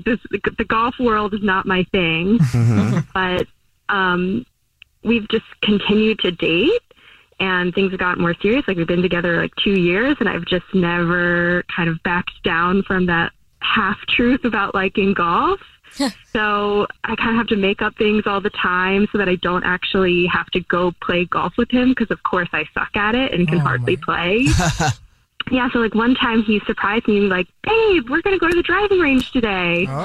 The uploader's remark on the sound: There is a listener on the phone.